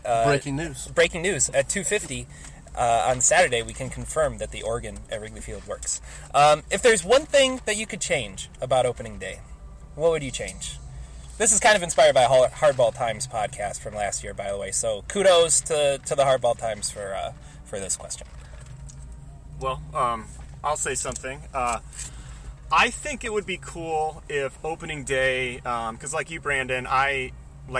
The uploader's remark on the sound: Live and Inside a Car! Met up in Chicago, Illinois, to record our first live, in-person episode.